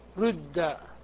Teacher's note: تضم الشفتين على هيئة الضمة ولكنك تنطق بكسرة · Term: الإشمام